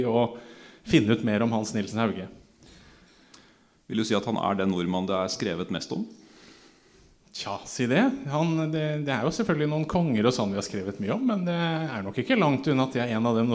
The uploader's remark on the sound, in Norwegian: Innspillingen ble gjort «live» ved Hans Nielsen Hauges barndomshjem på Rolvsøy i Fredrikstad.